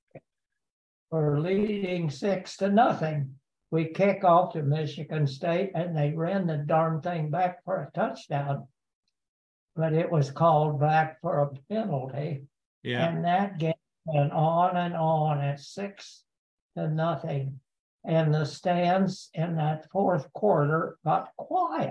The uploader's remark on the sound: Zoom from his Missouri home